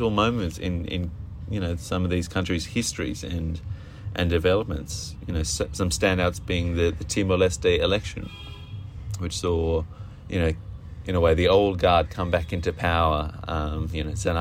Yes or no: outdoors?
yes